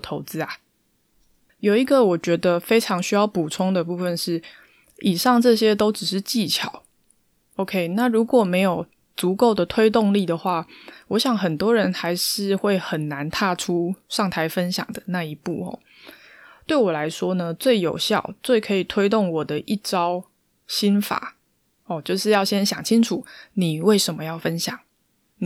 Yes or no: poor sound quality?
no